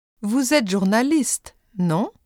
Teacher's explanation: When a tag is added to the end of a statement, however, the statement portion of the sentence does not rise in tone. The tone rises only on the tag. · Term: rising tone